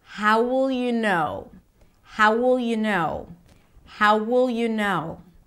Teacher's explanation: An entire phrase, how will you know, is pronounced as if it's one word.